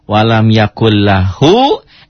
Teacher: L-nya jadi double, nyamber dan double. · Term: idgham